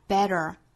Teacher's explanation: Don't 尾部的 t 略掉， make you better.在英音之中呢， better 中间的这个字母 t 的发音是爆破十足的，发成一个 t 的发音， better.那在美音之中呢，更倾向于发成 flap t 弹舌音 better 当然加上后面的这个 r 的美音的卷舌音，那再这样一组合呢，发成一个 der better.